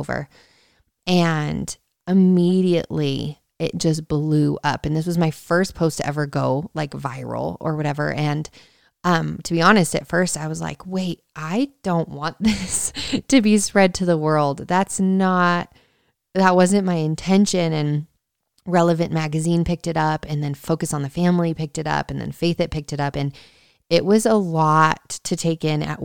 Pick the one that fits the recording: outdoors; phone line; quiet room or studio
quiet room or studio